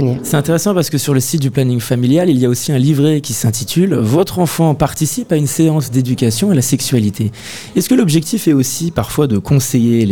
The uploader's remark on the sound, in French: Radio Alpa était en direct des Quinconces & l’Espal pour le temps fort des Inspirantes